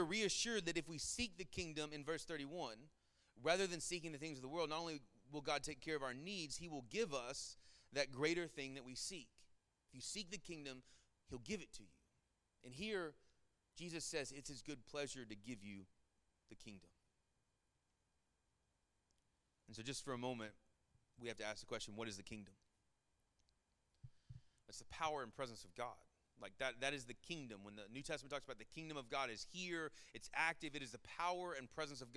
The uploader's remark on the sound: Sermon Audio from our Worship service